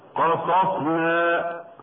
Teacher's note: قصصنا صاد محركة بالفتح وبعدها صاد ساكنة يسمى مثلين مطلقا حكمه الإظهار